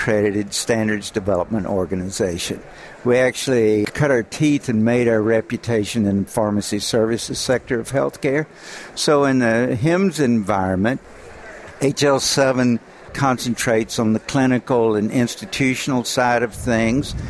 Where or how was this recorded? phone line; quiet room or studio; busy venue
busy venue